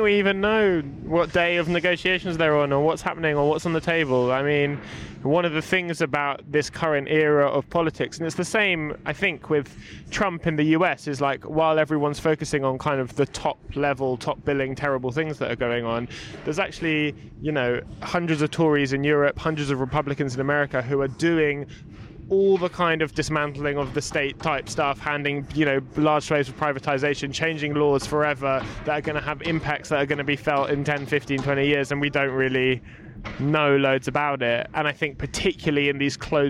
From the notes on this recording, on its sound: Join us outside the VICE office for a big bag of cans.